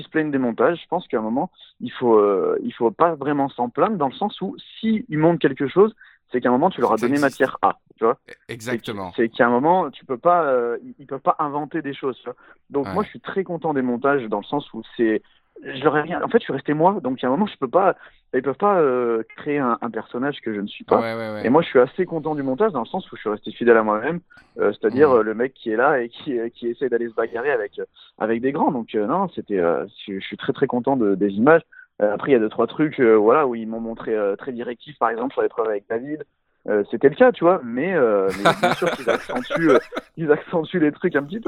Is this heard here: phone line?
yes